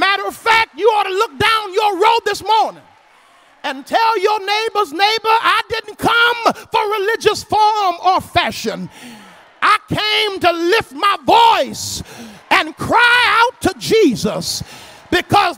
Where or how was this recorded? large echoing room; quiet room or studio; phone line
large echoing room